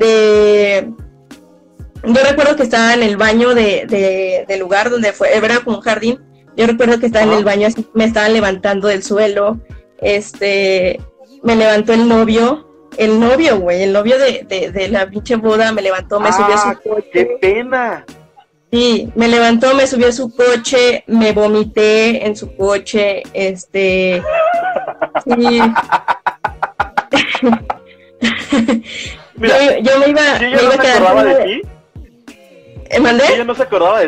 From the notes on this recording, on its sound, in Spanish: El audio no es el mejor